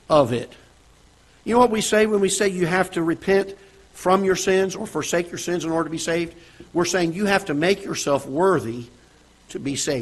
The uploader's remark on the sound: Ketha Heights Baptist Church ~ Live Broadcast.